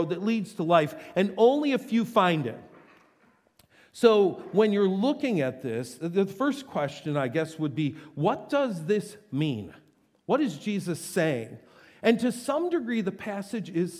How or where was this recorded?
large echoing room